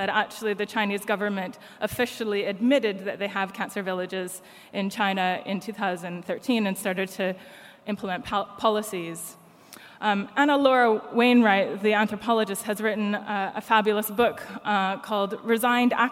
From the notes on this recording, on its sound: Keynote Conversation 2: 'Looking Forward' from the 'Environmental Justice 2017' Conference, held at the University of Sydney (6-8 November).